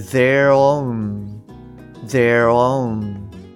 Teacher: さらに there と own が連結して